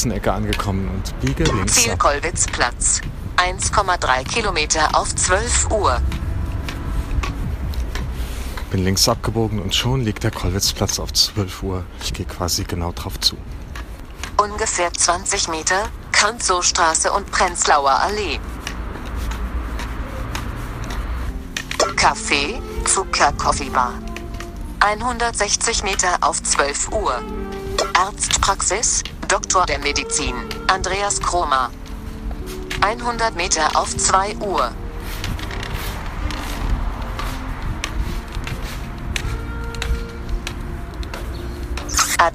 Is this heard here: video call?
no